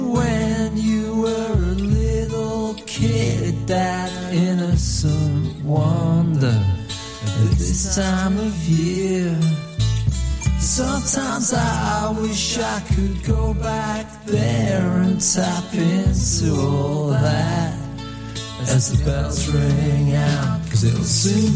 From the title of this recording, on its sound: joins in for a phone interview